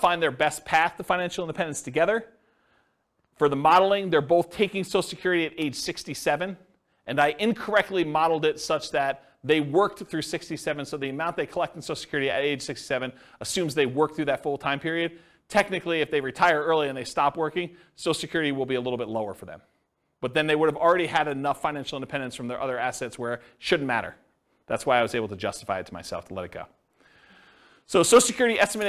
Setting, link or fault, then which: setting, live audience